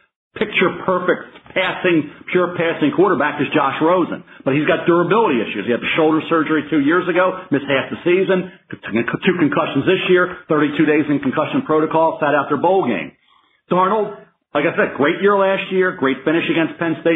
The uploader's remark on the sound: NFL Draft Conference Call